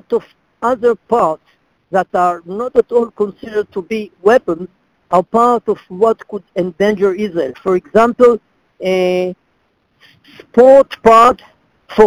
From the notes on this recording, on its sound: In a conference call on June 28, 2018.